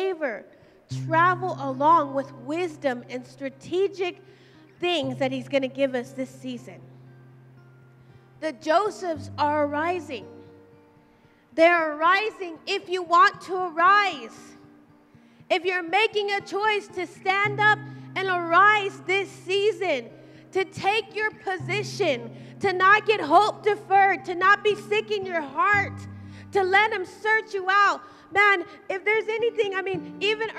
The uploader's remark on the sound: Live at Emerging Streams Apostolic Center in Stryker, Ohio.